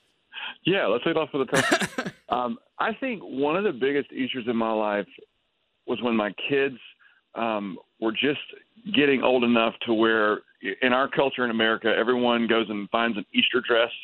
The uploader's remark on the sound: on the Batphone!